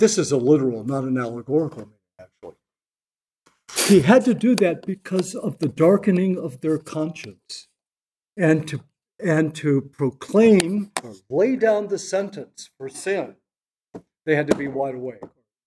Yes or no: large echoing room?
yes